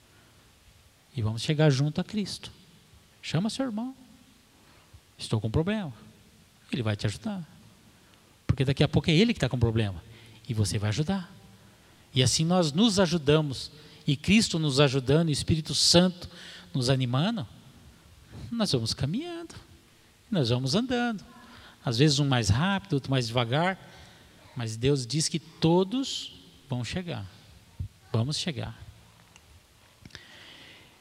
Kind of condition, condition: setting, large echoing room